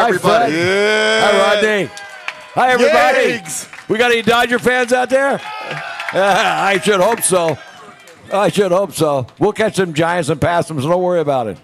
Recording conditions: outdoors